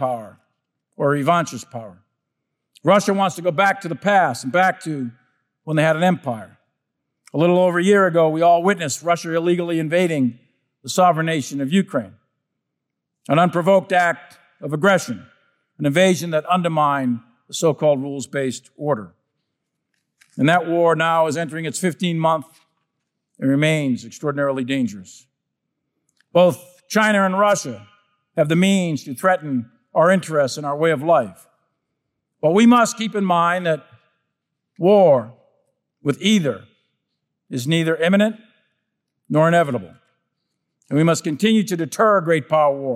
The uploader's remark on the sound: closing keynote remarks at the Ash Carter Exchange on Innovation and Technology